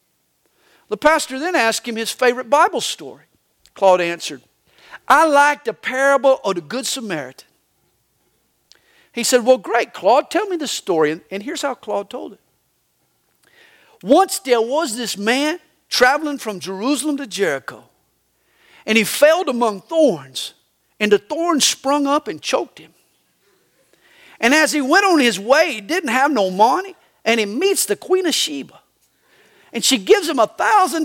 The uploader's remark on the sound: These messages are recorded live during the Sunday Morning service at CalvaryCSM located in Lilburn, Georgia.